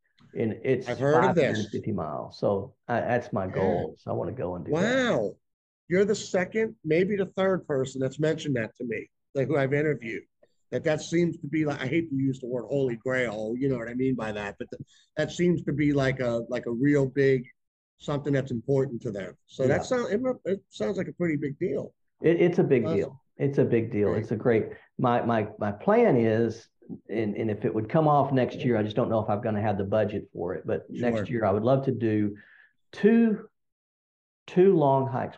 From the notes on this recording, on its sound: We sat together over a video teleconference and talked about hiking.